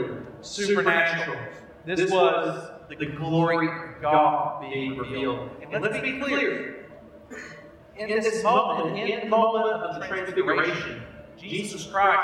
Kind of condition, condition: fault, poor sound quality